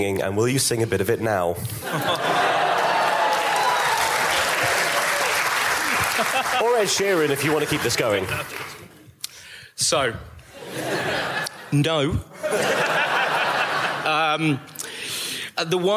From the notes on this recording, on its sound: Live Podcast Special.